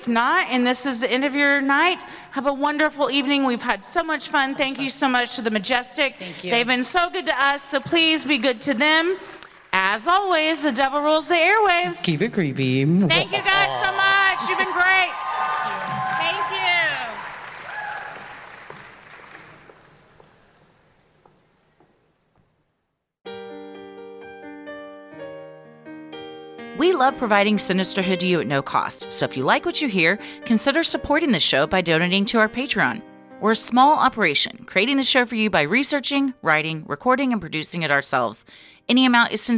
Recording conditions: live audience